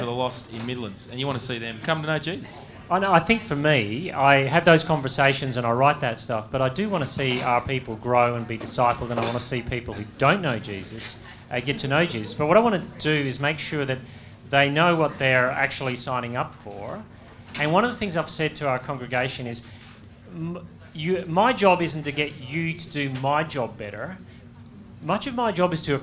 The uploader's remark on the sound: Live from Multiply18